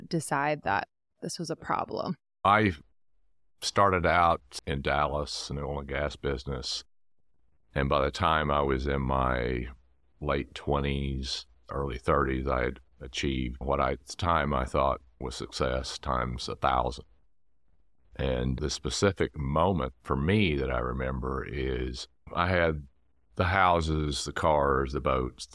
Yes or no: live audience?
no